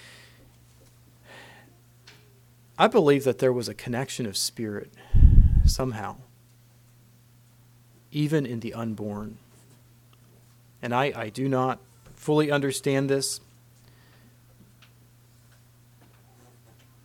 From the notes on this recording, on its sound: Christmas message preached at Word of Hope